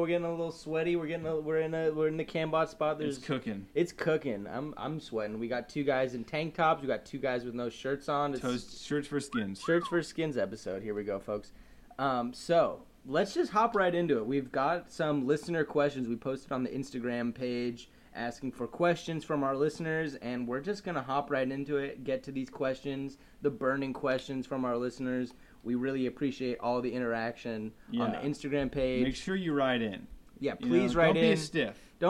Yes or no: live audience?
no